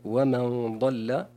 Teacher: لأن الضاد من حروف التفخيم والغنة تتبع ما بعدها تفخيما وترقيقا · Term: تفخيم الغنة